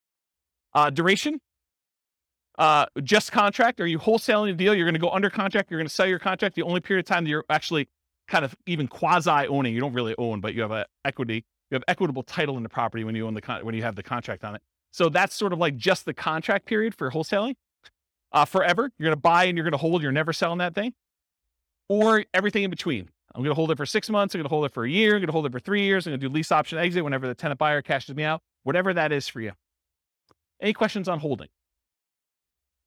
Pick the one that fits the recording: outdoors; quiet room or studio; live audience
live audience